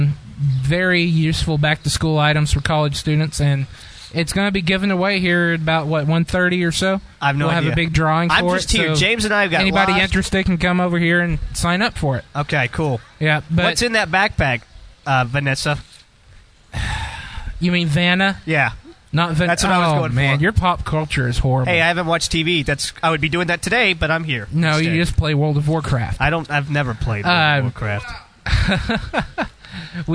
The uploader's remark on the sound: The show goes on location at a local college for a two hour show!